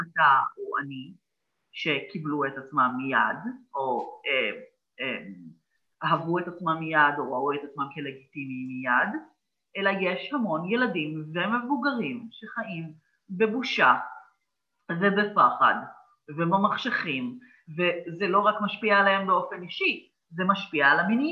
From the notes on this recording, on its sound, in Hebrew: מתנצל אם במהלך ההקלטה תחוו בעיות באיכות הסאונד זה נבע מתקלות באינטרנט שאיתן התמודדתי